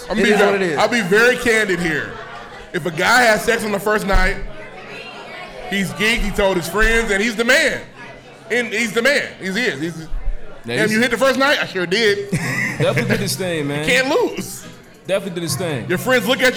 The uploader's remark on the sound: LIVE from the Meridian Park Event Center in Indianapolis, Indiana.